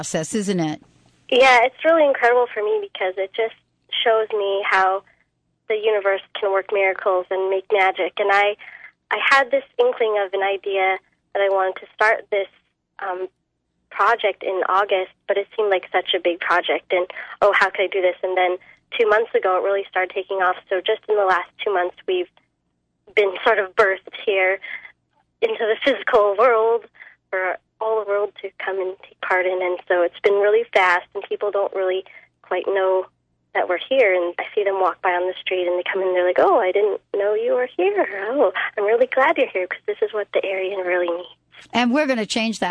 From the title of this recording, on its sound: Open phone lines